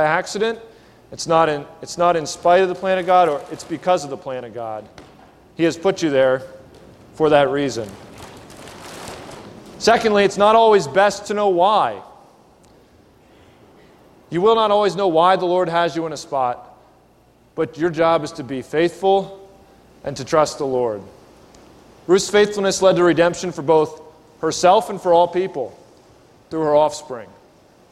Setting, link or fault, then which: setting, large echoing room